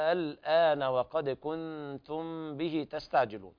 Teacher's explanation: يعني مد ست حركات مخففا، كلمي مخفف، لأن ما هناك إدغام بعد الحرف المد · Term: مد لازم